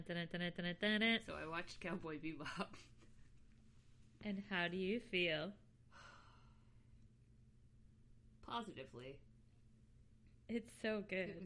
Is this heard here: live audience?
no